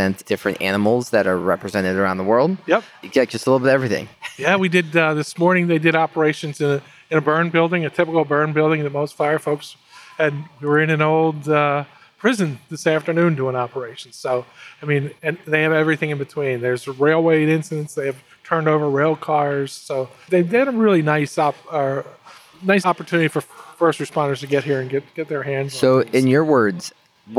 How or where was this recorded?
busy venue